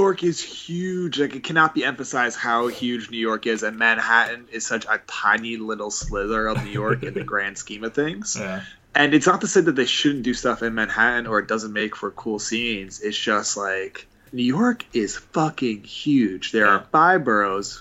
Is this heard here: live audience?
no